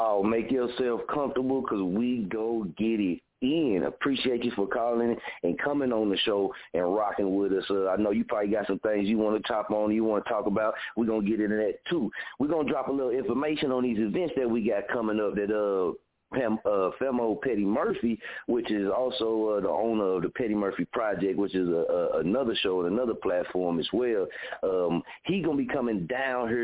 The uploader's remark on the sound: Guest Caller calling into the show tonight!!!!